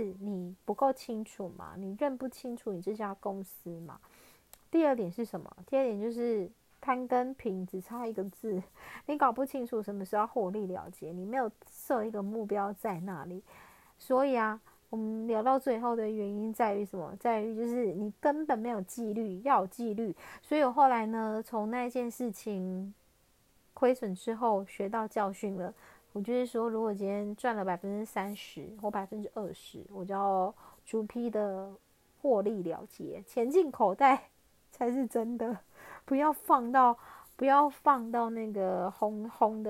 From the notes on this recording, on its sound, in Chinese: 這一集換了錄音方式，所以有些沙沙的聲音